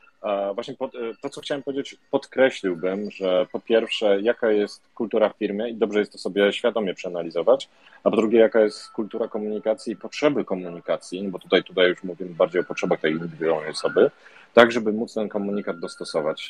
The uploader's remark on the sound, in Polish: To nagranie jest zapisem spotkania na Twitter Spaces, tak jak zostało przeprowadzone, bez dodatkowej obróbki.